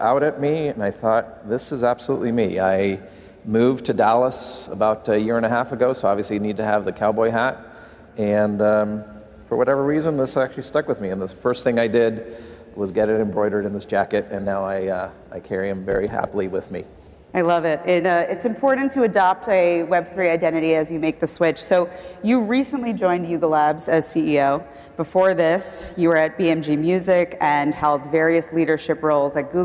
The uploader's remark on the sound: live from Consensus in Austin, Texas